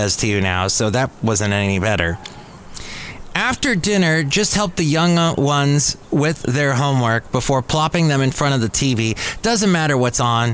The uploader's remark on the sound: podcasts live from Café Anyway